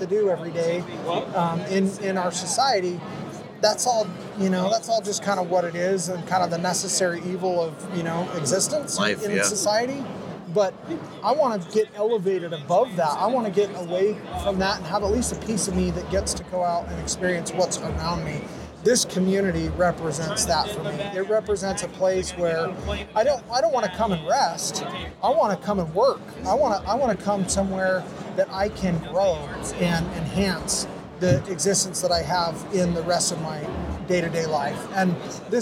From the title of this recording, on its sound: Live From Hunt Expo 2020